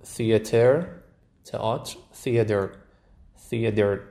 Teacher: تشون شبیه د میشه، اصلا هواش کاملا گرفته میشه